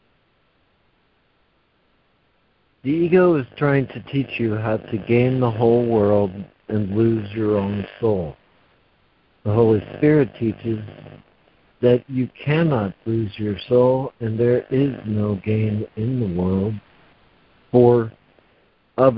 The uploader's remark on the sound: ACIM Daily Conference Call